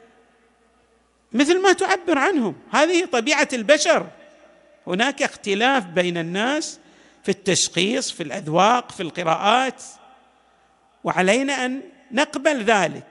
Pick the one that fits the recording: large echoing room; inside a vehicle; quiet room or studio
large echoing room